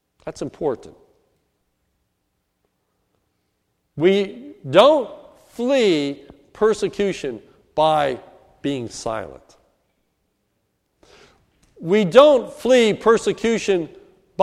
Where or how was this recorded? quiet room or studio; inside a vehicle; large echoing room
large echoing room